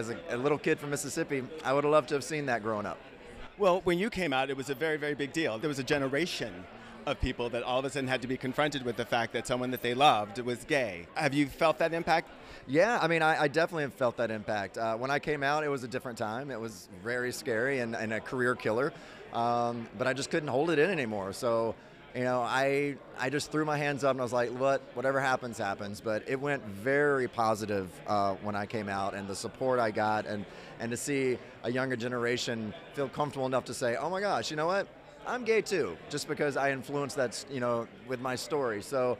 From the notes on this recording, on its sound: Attend the Tribeca Film Festival Red Carpet opening. Go to the Red Carpet for the premiere of “ Gay Chorus Deep South ” at the 2019 Tribeca Film Festival.